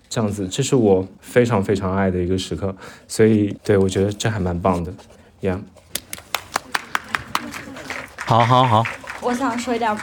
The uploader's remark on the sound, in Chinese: 我们80多人在上海一起刷了《熊家餐馆》2，一起碰杯、倒数、跨年，还有after party。我们第二次的线下录制活动。